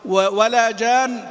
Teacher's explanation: غير مضار، لابد من النبره هذه حتى يظهر تشديد الحرف. ولا جان، تاخد بالك ان في تشديد وفي غنه كامله. ولا جان، ما تقول ولا جان، هذا ما مخفف، مشدد وفي غنة.